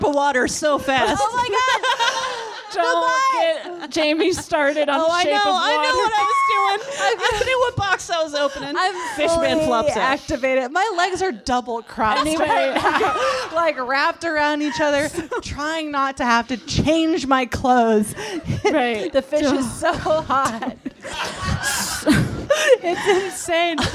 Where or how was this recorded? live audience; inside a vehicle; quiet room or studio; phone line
live audience